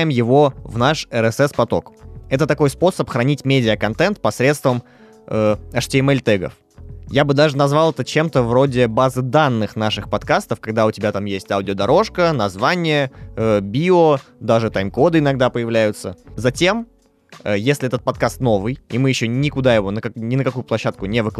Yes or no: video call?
no